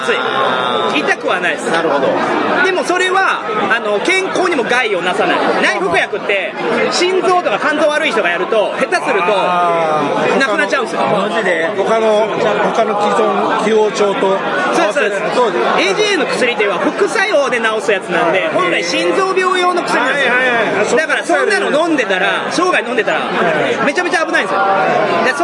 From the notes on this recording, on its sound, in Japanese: 店内収録のため、騒音雑音が激しく入っております。